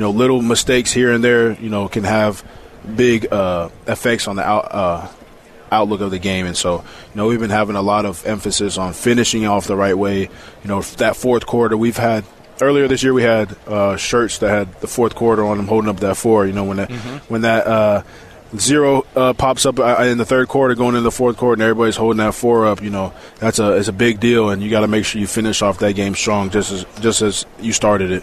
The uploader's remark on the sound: LIVE from Big-12 Media day